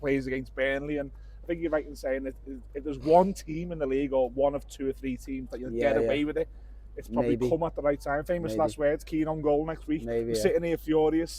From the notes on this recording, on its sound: Live from Goodison park.